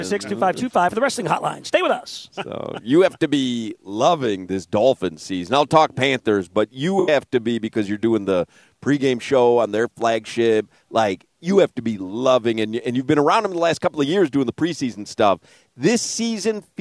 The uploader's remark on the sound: live at Amerant Bank Arena